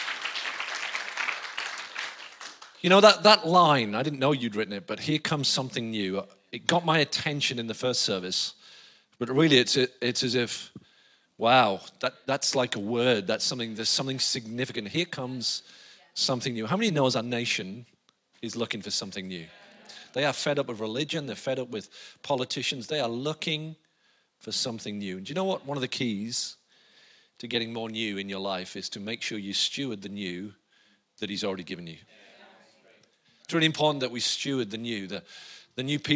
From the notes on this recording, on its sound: IKON Church. Recorded live at the Chesterfield Campus this is the message from the morning service on the 20th October 19.